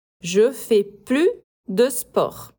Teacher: Temos os dois elementos de uma frase negativa, o ne e o plus. Como é uma negação, a gente não pronuncia o S de plus. Então aqui a pronúncia é com o U biquinho do francês e o S mudo.